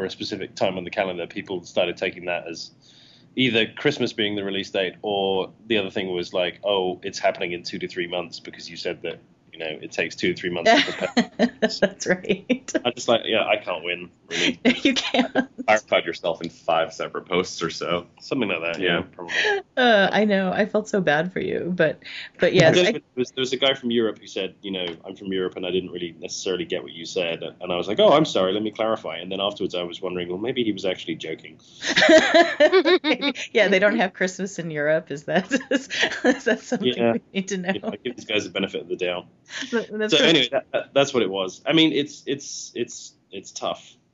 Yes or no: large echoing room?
no